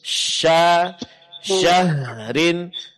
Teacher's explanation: Sifat tafasyi pada syah yaitu suara dan angin menyebar dalam mulut